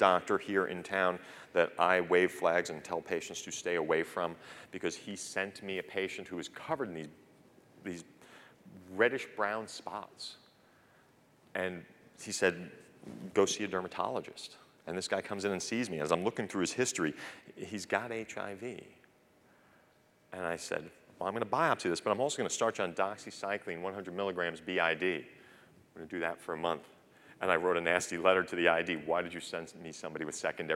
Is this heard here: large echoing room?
yes